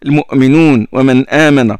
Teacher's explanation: Hafs articule beaucoup la hamza. Il fait le tahqiq, hein.